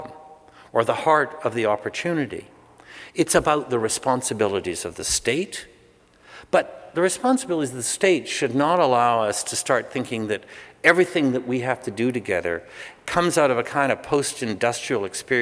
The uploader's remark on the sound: Speaking at the PLAN 20th Anniversary evening at Christ’s Church Cathedral in Vancouver, November 20, 2009. I was asked to record the evening.